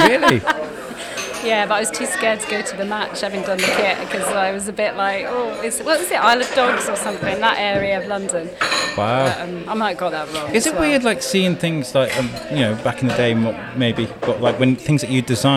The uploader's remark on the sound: Thank you Daily Brews for letting us use your perfect coffee shop to record in. We will mic you up next time.